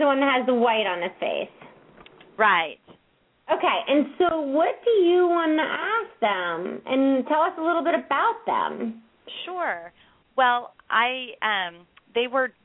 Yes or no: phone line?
yes